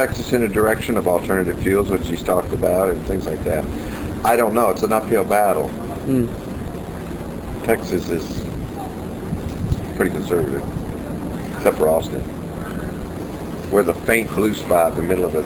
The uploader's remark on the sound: This interview was recorded back in 2006 for an early incarnation of this talk show. A small digital recorder was used right on the ocean in Key West, Florida.